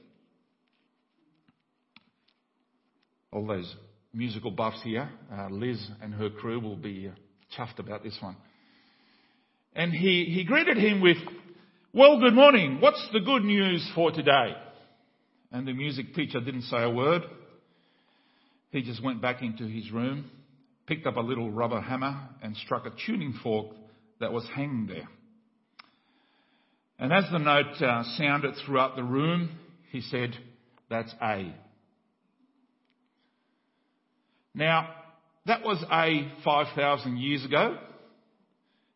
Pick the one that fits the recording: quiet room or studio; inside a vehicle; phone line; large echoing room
large echoing room